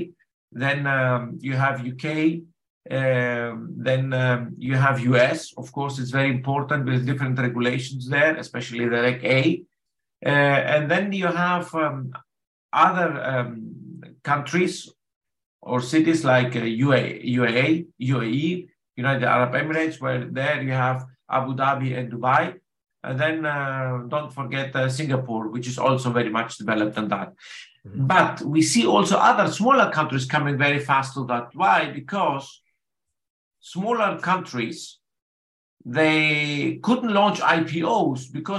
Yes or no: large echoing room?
no